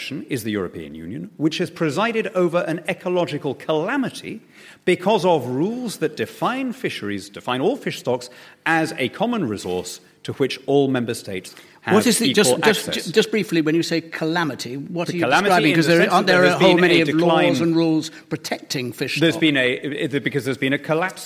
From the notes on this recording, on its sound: political debate from Nairn Community & Arts Centre in Scotland